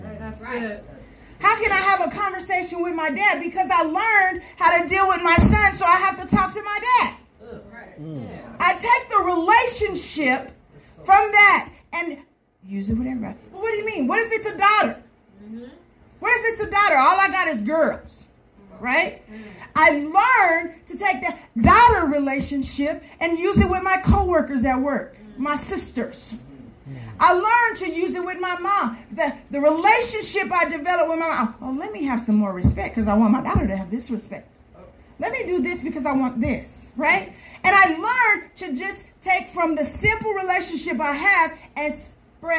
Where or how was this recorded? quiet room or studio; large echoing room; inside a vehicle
large echoing room